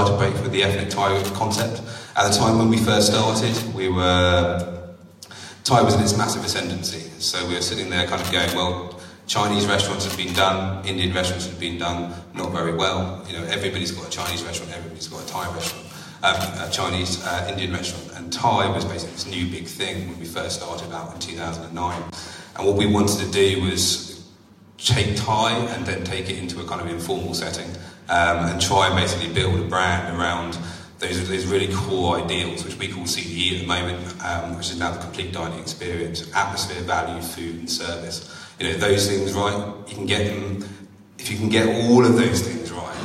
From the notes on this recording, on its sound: a taste of one of our 'live' events